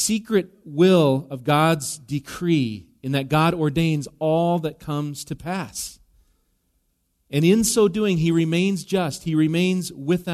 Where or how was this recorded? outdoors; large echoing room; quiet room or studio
large echoing room